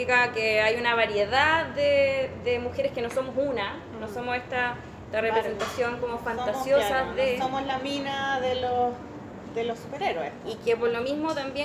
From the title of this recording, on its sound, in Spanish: en vivo